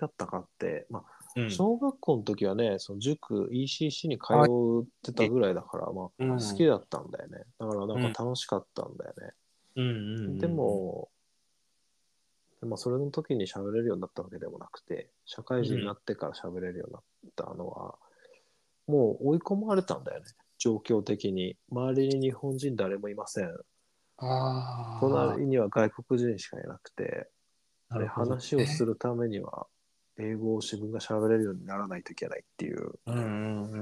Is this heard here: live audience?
no